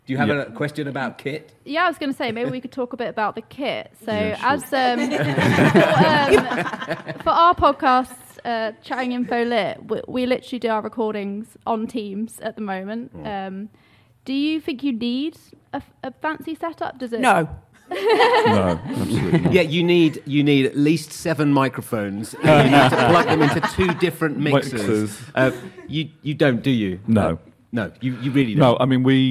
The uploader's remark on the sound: Recorded in front of a live audience at LILAC 2023.